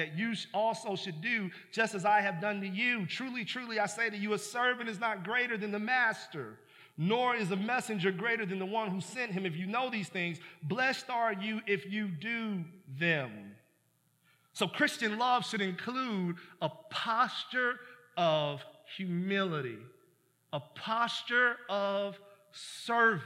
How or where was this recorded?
large echoing room